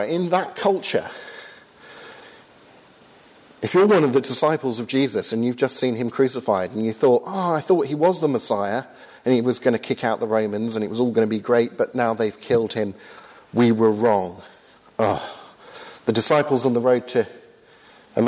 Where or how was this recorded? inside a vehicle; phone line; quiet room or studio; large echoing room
large echoing room